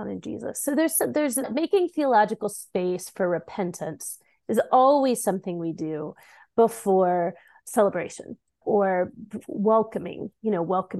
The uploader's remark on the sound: This podcast is an edited version of an online conversation recorded in December of 2023.